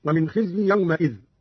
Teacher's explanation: قرأ قانون بفتح الميم من يومئذ هكذا: ومن خزي يومئذ، على أنها حركة بناء لإضافته إلى غير متمكن.